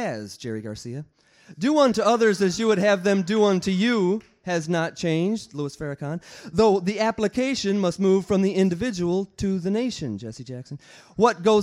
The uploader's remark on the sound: Part 1 of the Kzoo Poetry Slam from January 2000 contains the open-mic portion of the show.